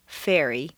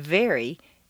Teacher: Although F and V are in exactly the same position, F is a hiss and V is a buzz.